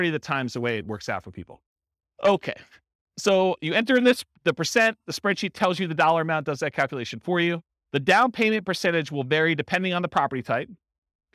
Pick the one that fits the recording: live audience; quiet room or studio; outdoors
live audience